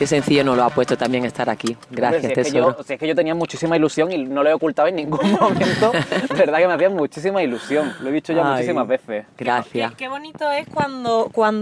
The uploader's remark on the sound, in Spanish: Mientras damos un paseo por el barrio de Vallekas.